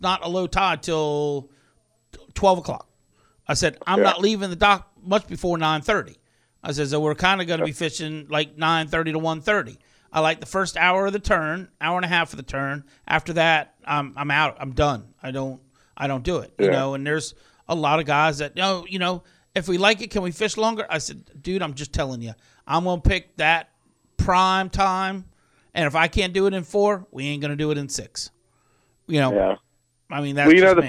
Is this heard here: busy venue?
no